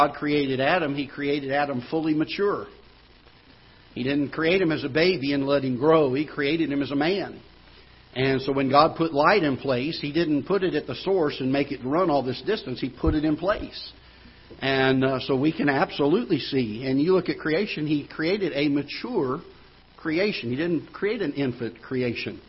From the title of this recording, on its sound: Ketha Heights Baptist Church ~ Live Broadcast